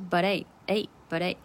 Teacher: 它不是 buthey，它那个呵这个音是没有的